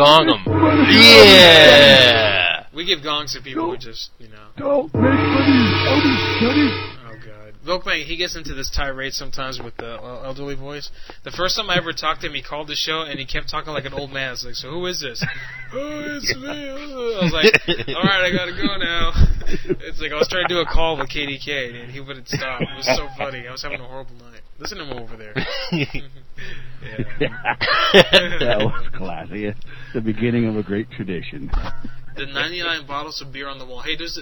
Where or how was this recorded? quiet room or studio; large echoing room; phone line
phone line